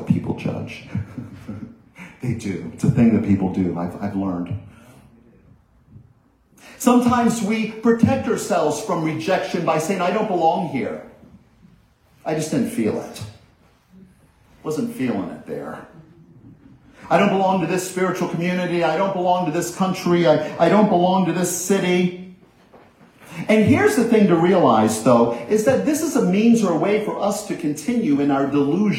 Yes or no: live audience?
yes